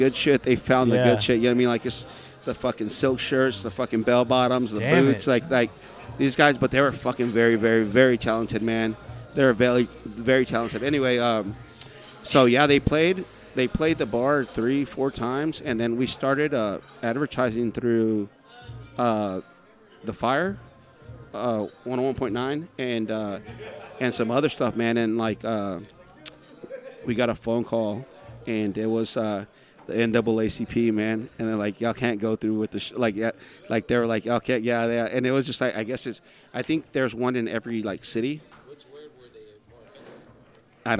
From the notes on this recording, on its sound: on location at Whiskey River Saloon in downtown San Angelo, Texas.